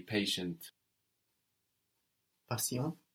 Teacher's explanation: The ti of patient that sounds sh in English, here it sounds like an s in French.